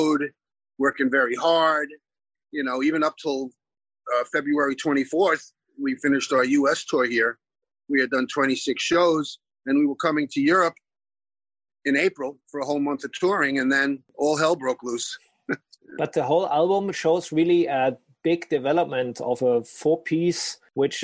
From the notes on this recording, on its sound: is waiting for us at the other end of the zoom line